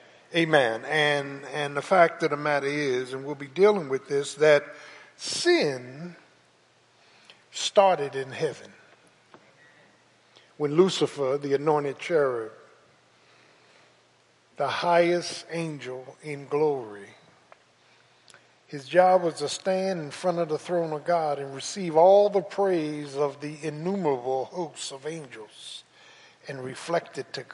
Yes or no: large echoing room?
yes